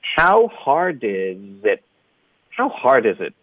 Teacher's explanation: It 的特呢要省略，导致一个停顿